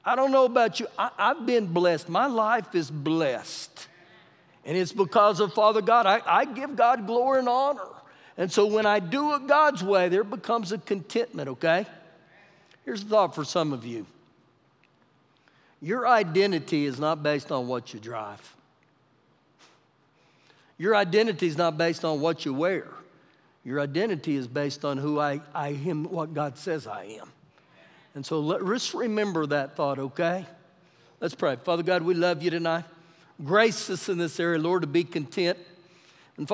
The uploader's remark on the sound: Recorded live during our Wednesday night service